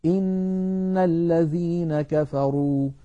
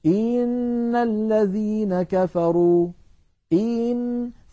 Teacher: يعني مثلا لما نقول إن الذين كفروا، إن هنا الهمزة مكسورة فلها زمن، لكن لو بالغنا وقلنا إن الذين كفروا إن، فكأنه صار بعد الهمزة المكسورة ياء · Shown in: second take · من أجل هذا سمى علماؤنا هذا الأمر الإدخال، كأنه دخل في التلاوة حرف، وهذا منهي عنه لأن فيه زيادة حرف ليس في كتاب الله.